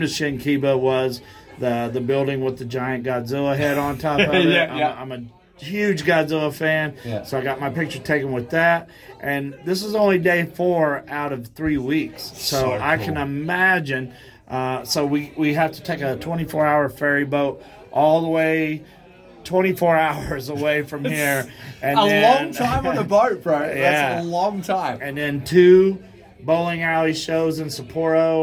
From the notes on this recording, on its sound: Live From Tokyo. At the DDT bar in Shinjuku to finally meet in person.